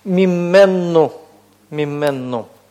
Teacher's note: когда у нас N и N вместе оказываются, то что с ними происходит? Они сливаются, получается удвоение. Поэтому у нас и возникает вот такая вот форма.